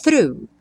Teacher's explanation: linguinha lá na ponta do dente para fazer o th e já volta puxando o R